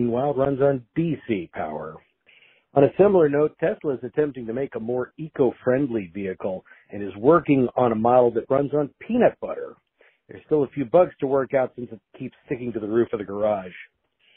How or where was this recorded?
phone line